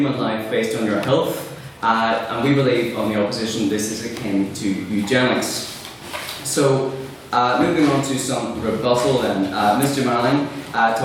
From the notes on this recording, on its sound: Here is the recording of the twentieth Ordinary Meeting of our 170th Session.